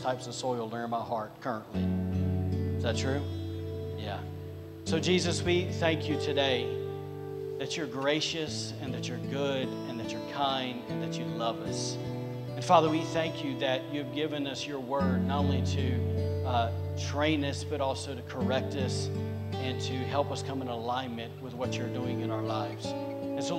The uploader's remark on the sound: recorded on Sunday, April 24th, 2022, during service at The Anchor Church in Rockport, Maine